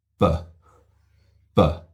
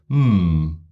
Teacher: the B has the soft palate closed as well, raised and closed as well, whereas the M doesn't